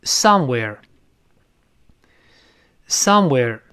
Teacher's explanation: 这个 somewhere 的副词重音在前面